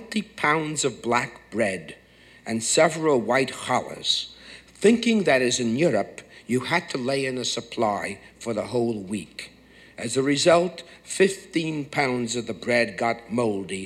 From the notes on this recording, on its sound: Recorded on Feb 10, 1976 at New York's 92nd Street Y